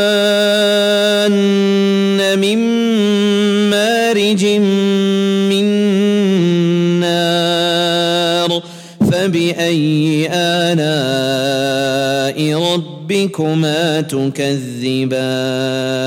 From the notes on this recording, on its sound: at the Houghton Masjid (West Street)